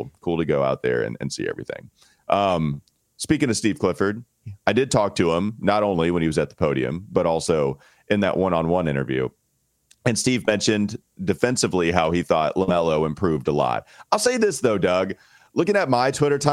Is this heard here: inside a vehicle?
no